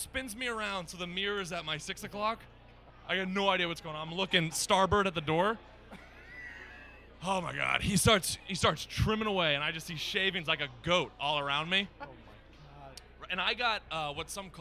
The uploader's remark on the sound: LIVE from The Greatest Bar located right in the Heart of Boston!